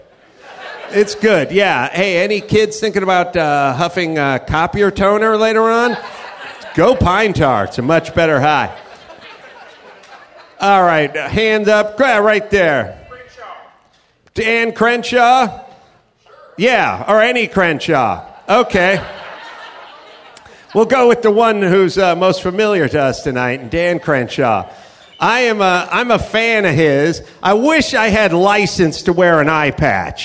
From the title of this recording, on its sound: Live from the Houston Improv